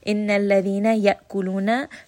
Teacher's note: Hamza here is going to have a little bit of a jerking sound. This is going to be جَهَر.